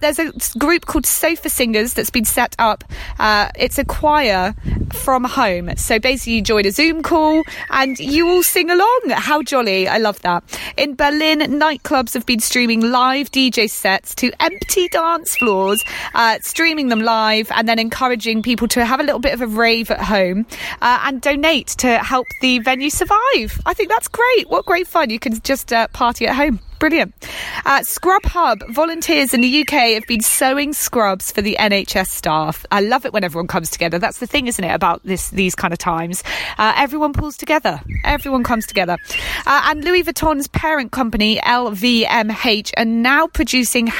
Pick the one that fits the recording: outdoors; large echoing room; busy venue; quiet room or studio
outdoors